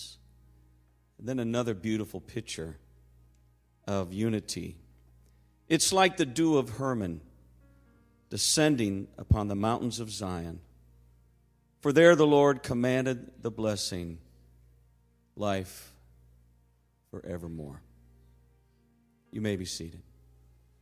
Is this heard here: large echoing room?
yes